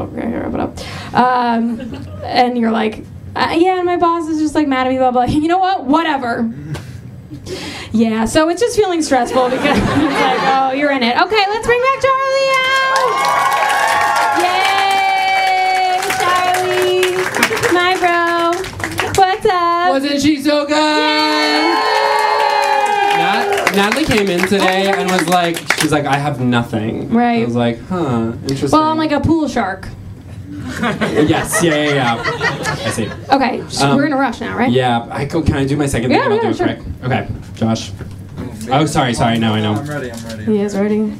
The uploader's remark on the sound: Another live show!